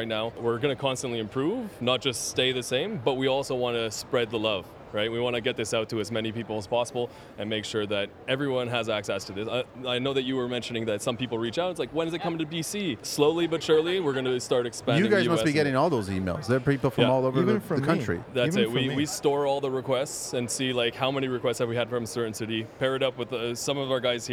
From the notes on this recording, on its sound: Recorded live at the recent Buildings Show in Toronto.